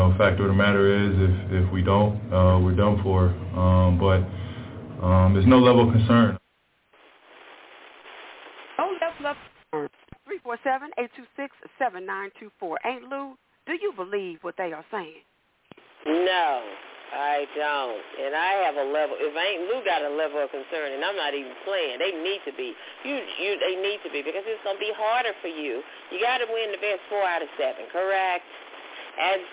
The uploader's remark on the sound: Your phone calls, comments, questions and much more!